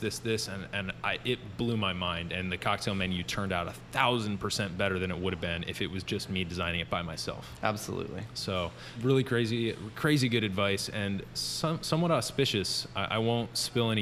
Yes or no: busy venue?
yes